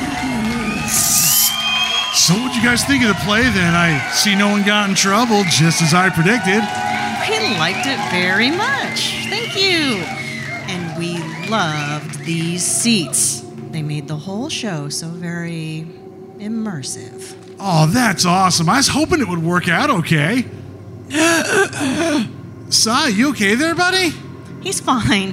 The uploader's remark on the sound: A Wicked Halloween Anthology – LIVE. Was recorded LIVE at the Aurora Theatre in Lawrenceville, GA as part of Explore Gwinnette's #Artober Festival!